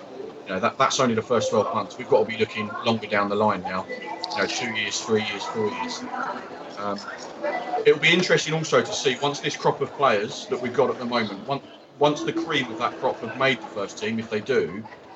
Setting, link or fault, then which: setting, outdoors